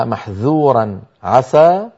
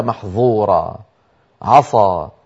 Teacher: يجب على القارئ أن ينطق الذال من محذورا والسين من عسى منفتحتين غير مطبقتين · Shown in: first take · ضد الانفتاح الإطباق.